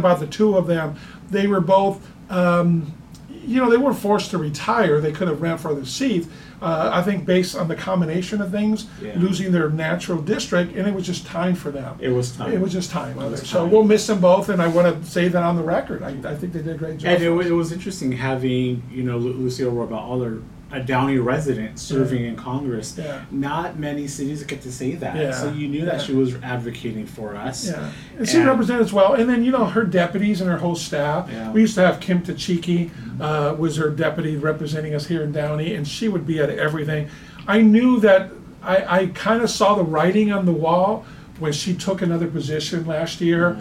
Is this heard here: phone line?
no